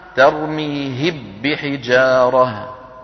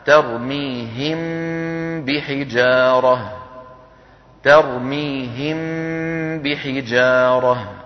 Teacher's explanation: ولو أدغمنا لقلنا ترميهب بحجارة، فلا هذا ولا ذاك، لا نقول ترميهم بحجارة بارتفاعتين ولا ندغم الميم في الباء، وإنما نطبق الشفتين على الميم ونطول غنتها ثم ننطق الباء · Shown in: second take · Term: الإخفاء